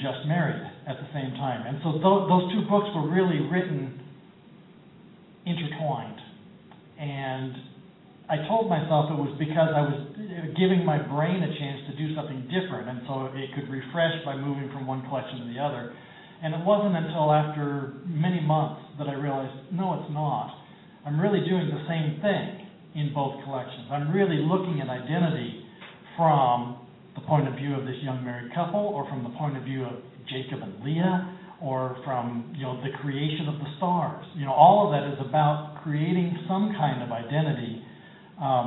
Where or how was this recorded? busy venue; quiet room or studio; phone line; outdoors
busy venue